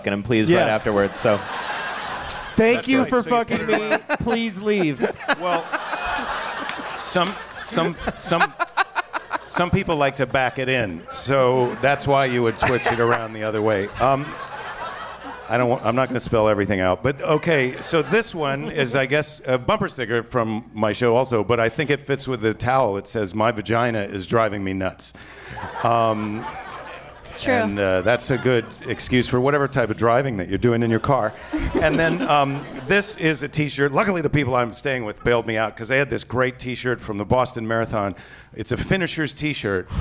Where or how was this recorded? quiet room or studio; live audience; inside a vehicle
live audience